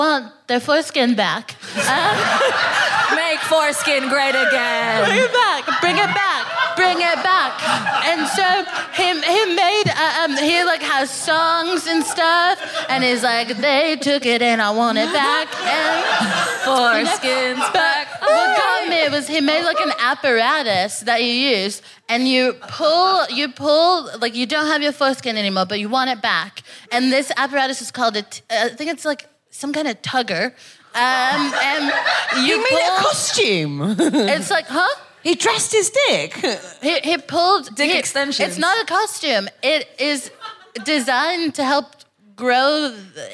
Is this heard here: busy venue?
yes